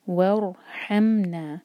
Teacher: رو ساکن سے پہلے واو پر فتح ہے تو رو ہیوی ہونا چاہیے، منہ بھر کر پڑھیں گے. وارحمنا، اور ح حلق سے نا دو حرکہ.